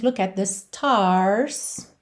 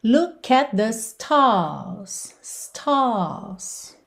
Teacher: Já no inglês britânico, quando esse R vem depois de uma vogal, ele frequentemente não é enrolado, e o que a gente tem é um alongamento da vogal · Shown in: second take